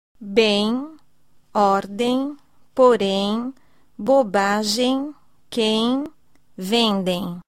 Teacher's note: No grupo final em aparece um i na pronúncia.